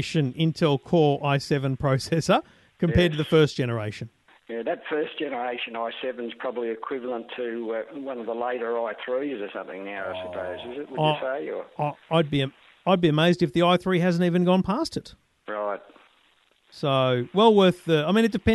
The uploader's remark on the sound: loads of calls!